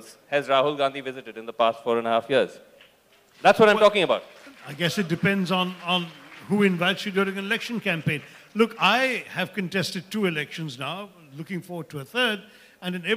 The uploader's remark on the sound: A "byte" from Jaipur Literature Festival 2022!